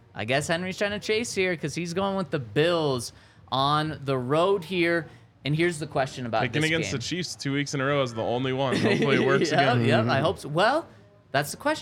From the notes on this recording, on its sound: Coming to you LIVE from the DNVR Bar to break down all of the latest news in Broncos Country.